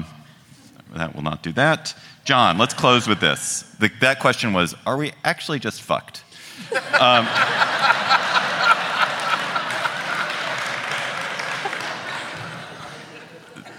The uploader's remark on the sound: Political Gabfest: Live From Atlanta! Take listener questions live.